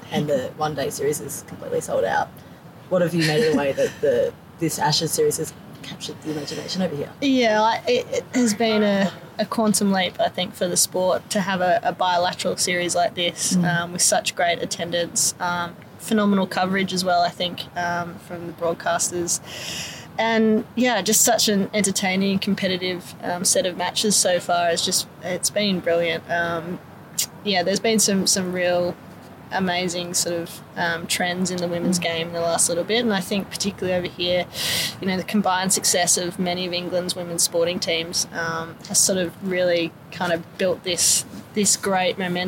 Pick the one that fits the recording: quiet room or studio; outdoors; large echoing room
outdoors